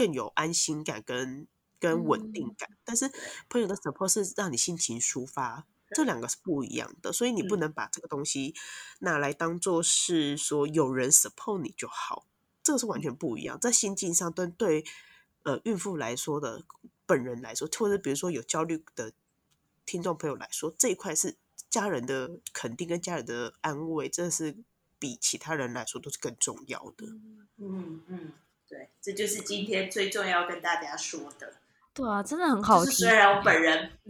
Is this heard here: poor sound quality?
yes